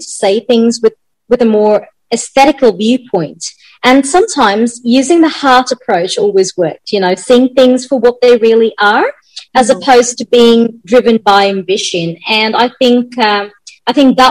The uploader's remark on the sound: Virtually Recorded